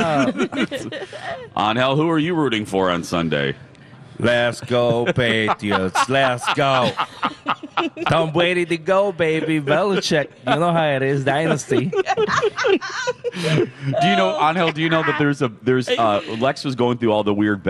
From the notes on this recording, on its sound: broadcast live from the AC Hotel for the Superbowl